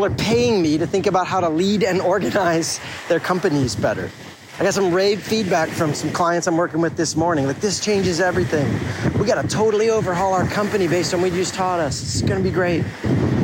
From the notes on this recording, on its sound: I came back to the town I grew up in and it got me thinking. Sitting on the beach, I pulled out my phone.